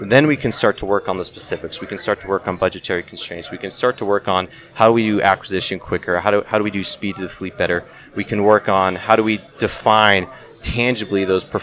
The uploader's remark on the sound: Live from Tailhook 2019